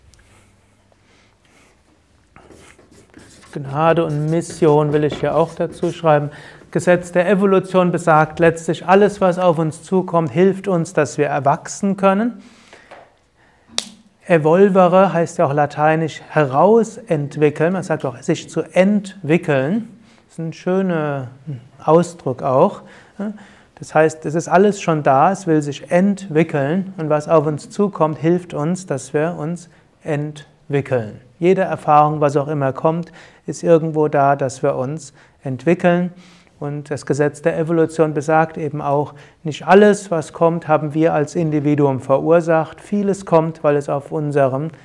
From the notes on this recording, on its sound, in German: Mitschnitt eines Yoga Seminars. Bei Yoga Vidya Bad Meinberg.